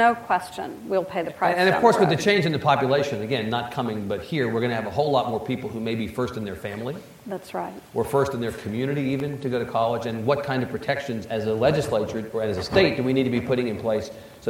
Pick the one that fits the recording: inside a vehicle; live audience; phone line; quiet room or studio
live audience